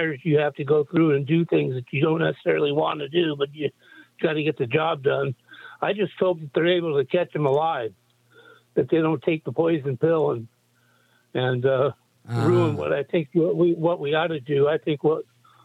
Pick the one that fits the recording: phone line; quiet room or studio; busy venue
phone line